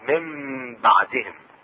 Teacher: النون الساكنة تحذف ويصبح مكانها ميمة وتقلب ميمة · Term: الإطلاق